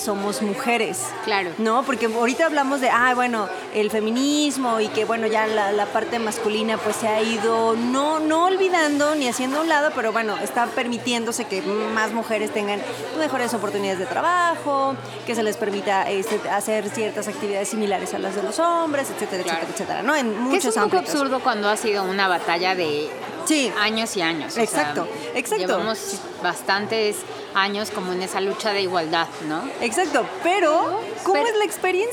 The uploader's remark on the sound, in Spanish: Esta vez bajo el ruido de un clásico dinner de la Ciudad de México, cubiertos, pláticas, meseras tomando la orden y mucha comida